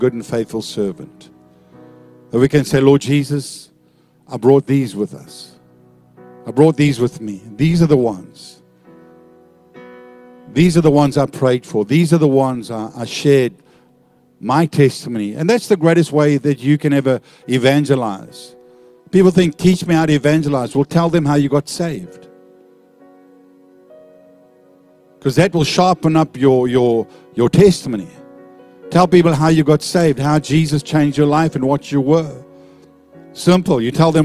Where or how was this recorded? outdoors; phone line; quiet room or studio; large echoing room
large echoing room